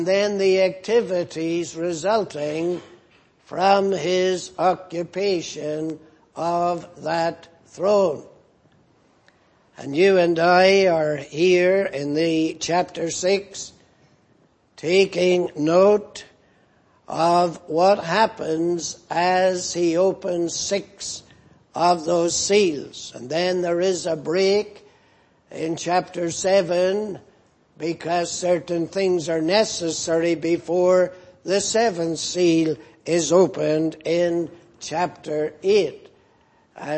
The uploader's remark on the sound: Preached in Grafton. At the Lord's Day Morning service on 24th June, 2018.